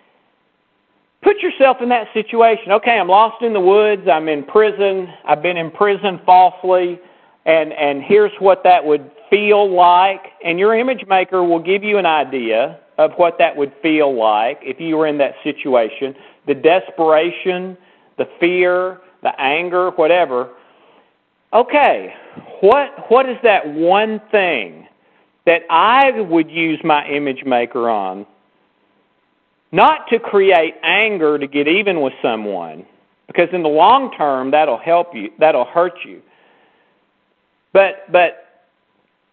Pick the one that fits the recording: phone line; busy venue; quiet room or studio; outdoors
phone line